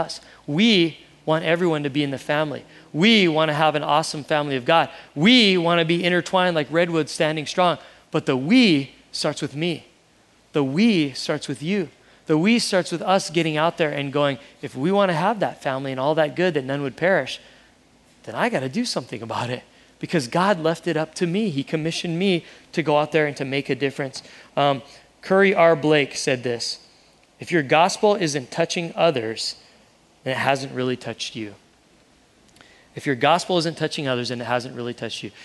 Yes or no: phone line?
no